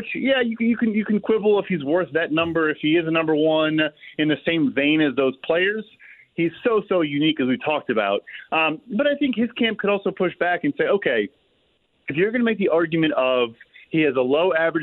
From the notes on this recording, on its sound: Closes out the first hour of the show with a phone call! He then opens the phone lines back up and takes some calls!